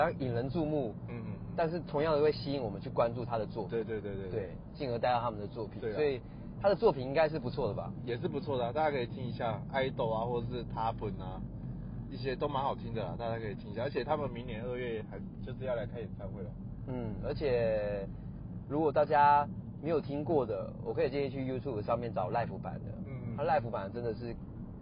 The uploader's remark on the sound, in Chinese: 兩人在車上聊著2023年度的最愛歌手TOP3。我們嘗試看看新的錄音風格～。這麼REAL、環境音這麼吵的Podcast只有這裡有喔！